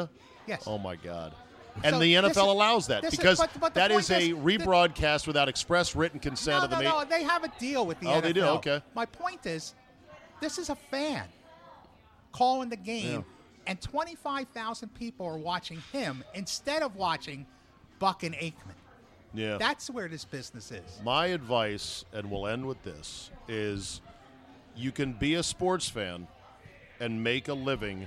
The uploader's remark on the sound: Out to dinner at DC Prime in Ashburn this week. RECORDED LIVE at DC PRIME STEAKS in Ashburn VA.